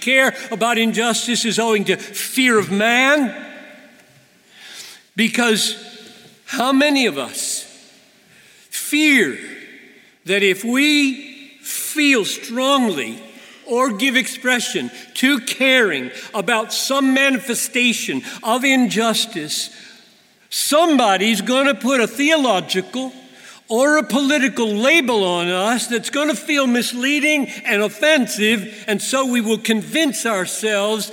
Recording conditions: live audience